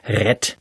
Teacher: Ne, das stimmt natürlich überhaupt nicht, denn das T ist viel zu hart am Ende. Das R ist guttural, das heißt, es ist ein Rachenlaut.